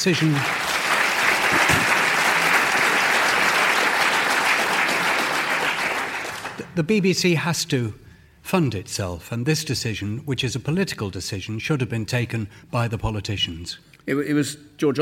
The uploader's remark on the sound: Topical debate from the Paignton Palace Theatre in Devon.